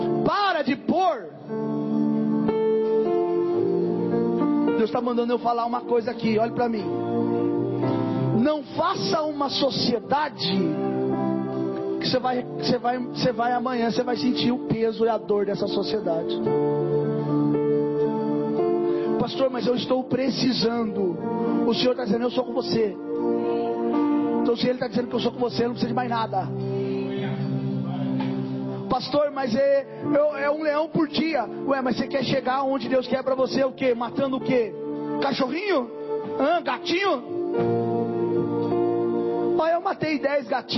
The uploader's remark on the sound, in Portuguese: Mensagem gravada em 02/07/2023 - Culto da Família - Santa Ceia